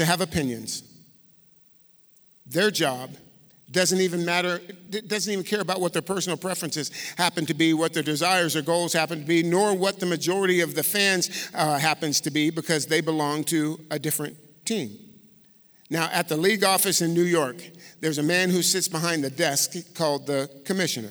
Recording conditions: live audience